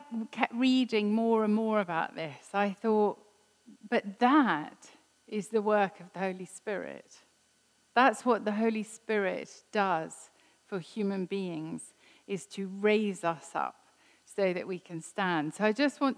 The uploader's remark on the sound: This was recorded at Skylark Church on 2nd October 2019